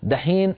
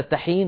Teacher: لا أقول رخوة، مهموسة، والدال مجهورة أقوى منها، فمع مرور الزمن كأن الناس قلبوا التاء المهموسة إلى دال مجهورة · Shown in: first take